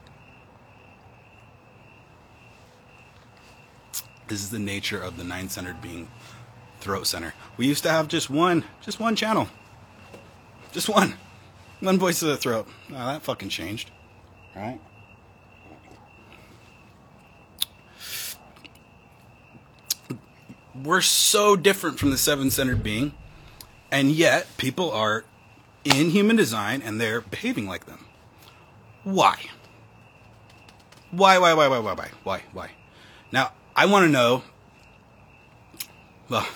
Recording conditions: phone or laptop microphone